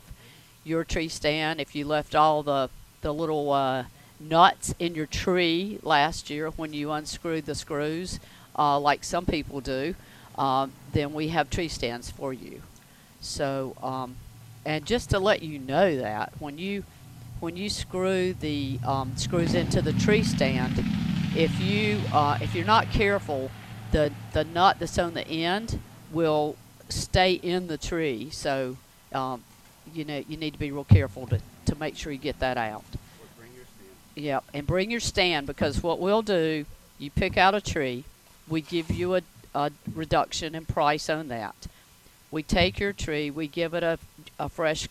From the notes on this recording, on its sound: broadcasting live from Campbell Road Nursery